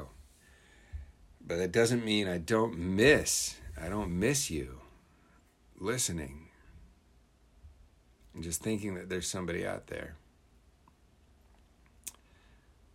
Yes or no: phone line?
no